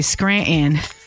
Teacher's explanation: people take the T out of Scranton